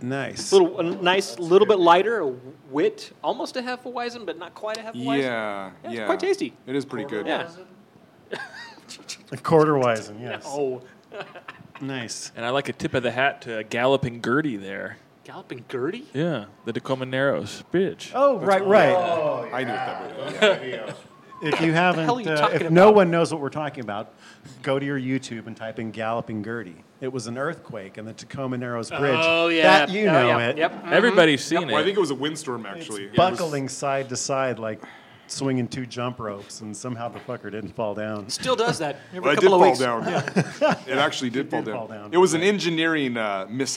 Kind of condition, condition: setting, busy venue